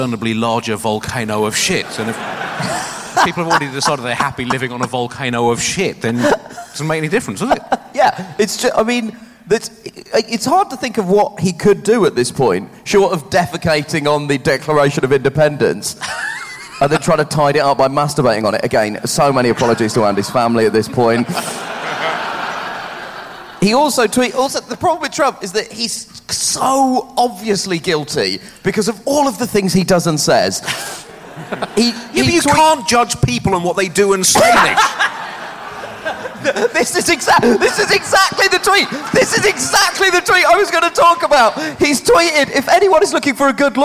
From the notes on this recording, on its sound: Recorded 'live' in Edinburgh.